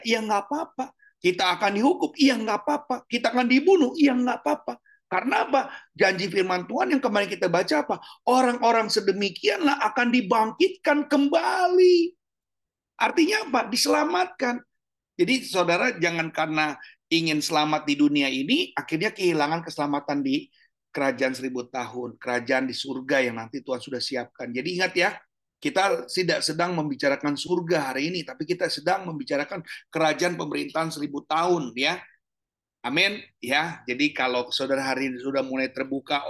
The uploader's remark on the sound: Audio Zoominar